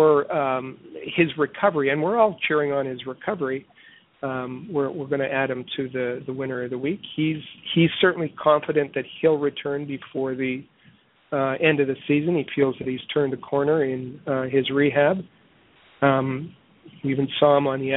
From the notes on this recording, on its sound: as we take your phone calls